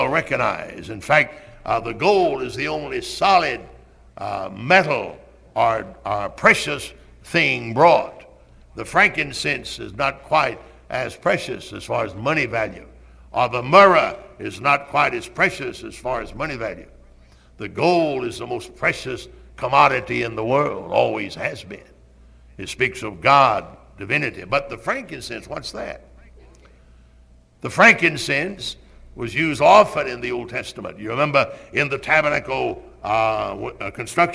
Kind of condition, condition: setting, large echoing room